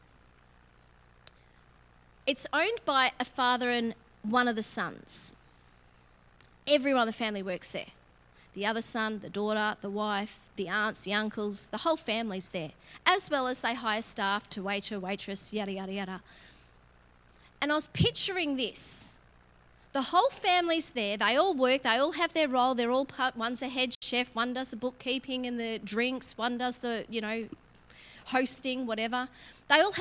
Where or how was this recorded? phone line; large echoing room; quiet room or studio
large echoing room